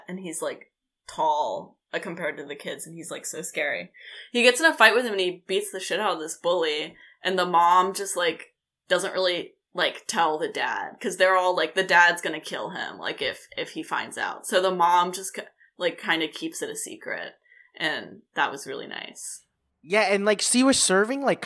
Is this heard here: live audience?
no